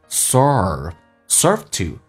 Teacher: R 重度卷舌在美式发音整个舌头往回卷